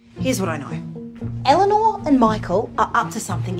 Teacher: her vowels are just a little bit higher up in her mouth